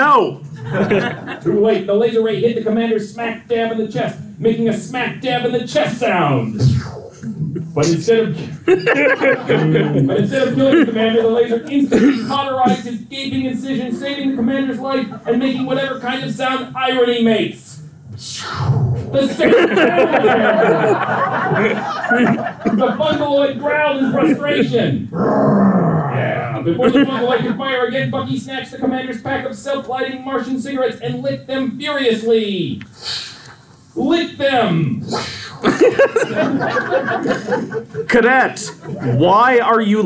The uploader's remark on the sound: our first live recording